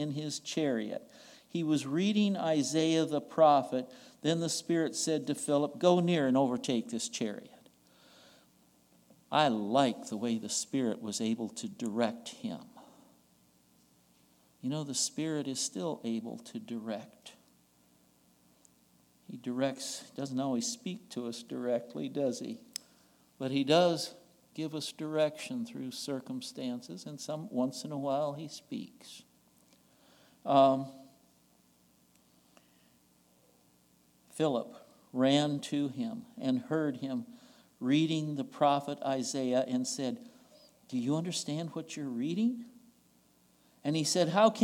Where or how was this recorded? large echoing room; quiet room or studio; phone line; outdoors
large echoing room